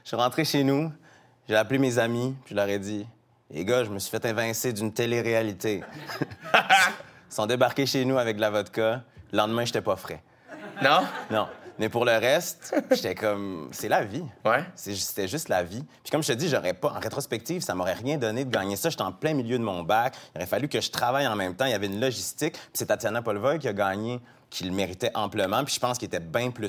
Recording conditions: live audience